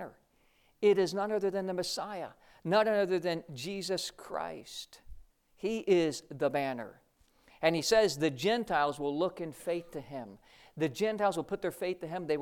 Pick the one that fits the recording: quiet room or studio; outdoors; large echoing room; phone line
large echoing room